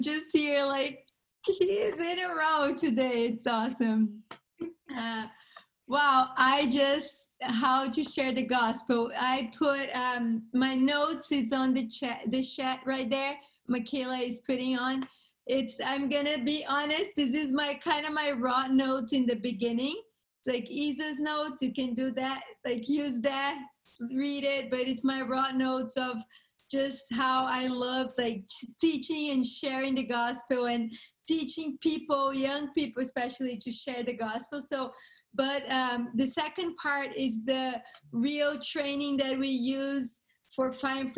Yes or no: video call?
yes